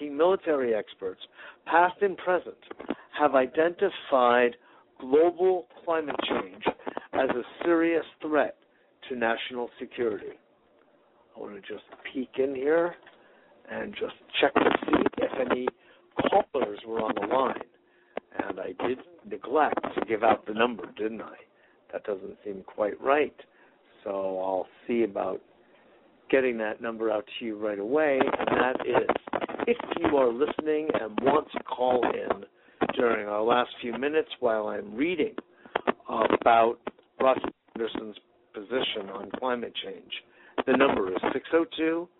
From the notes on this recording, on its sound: Today is a chance for listeners to call.